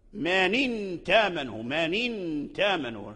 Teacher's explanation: حذف الهمزة ونقل حركتها الكسر حركة الكسر إلى النون الساكنة · Term: النقل